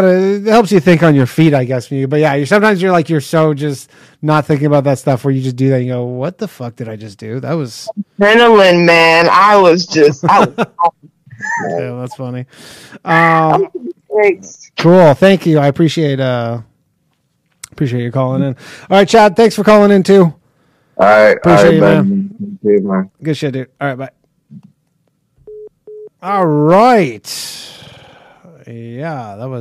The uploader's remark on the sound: The bad advice question/call in show.